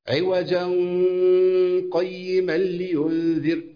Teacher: أطبق الحكم التجويدي اللي هو التنوين المخفى عند القاف